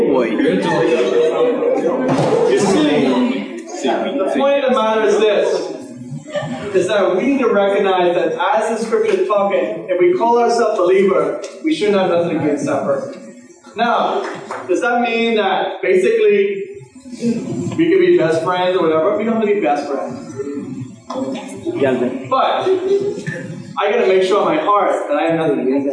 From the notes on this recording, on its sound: Please forgive us we had some technical Issues with this Recording but brought you the best we could do with what we had